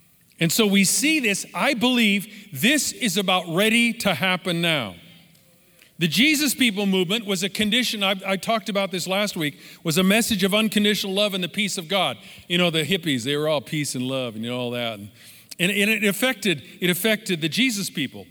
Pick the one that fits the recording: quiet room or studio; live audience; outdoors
live audience